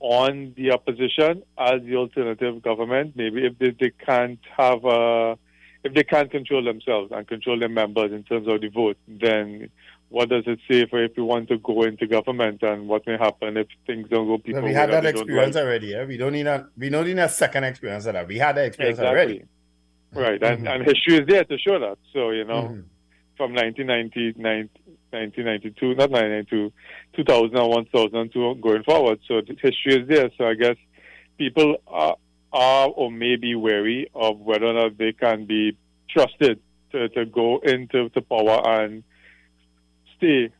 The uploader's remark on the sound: During this hour we take calls from our audience